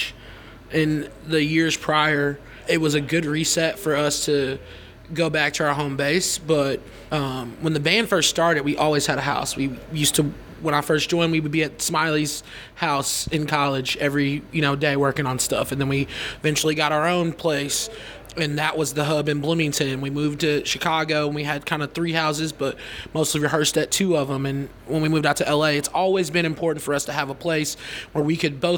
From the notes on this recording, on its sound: Backstage at Thalia Hall in October